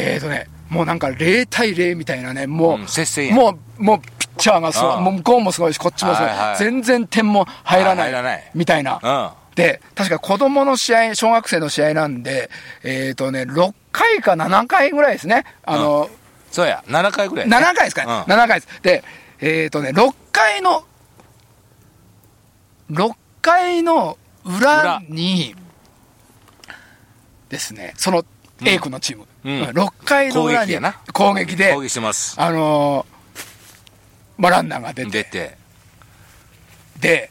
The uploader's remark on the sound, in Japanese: 長野県ビーナスラインの霧ヶ峰高原にて。バイクツーリングをして青空対談収録を開催いたしました。